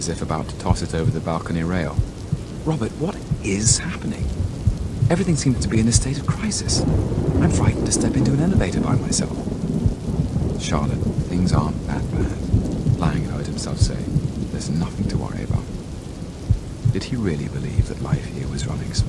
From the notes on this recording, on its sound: As the rain pounds against the window and thunder echoes in the distance